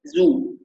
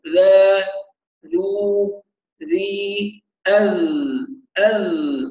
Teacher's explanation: لما نيجي ننطق بقى الذال نطق صحيح بإشراك طرف اللسان مع أطراف الثنايا العليا · Shown in: second take · يعني الحروف اللثوية الواء والذال والثاء تخرج من طرف اللسان مع ما يحاذيه من أطراف الثنايا العليا، فيكون عبارة عن محاذاة.